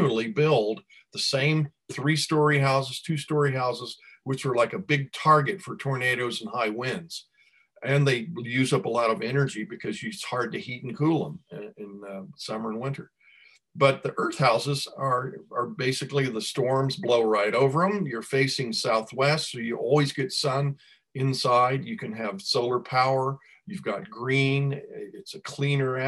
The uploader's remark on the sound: delivers zoom talk #2